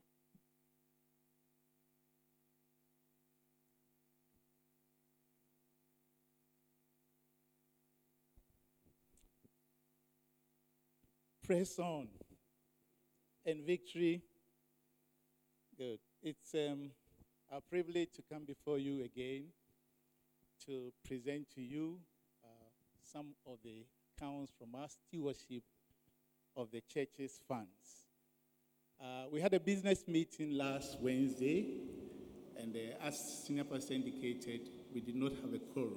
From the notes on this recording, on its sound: Sermon preached at CBC Shiashie